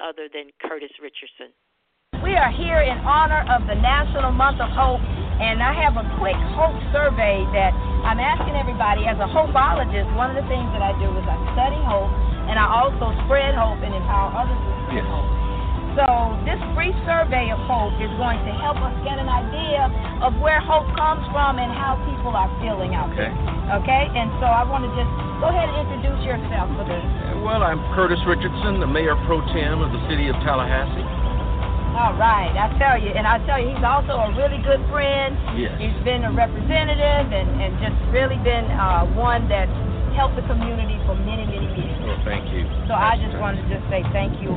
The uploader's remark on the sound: Sound bites from people who shared their answers during an outreach at a local park.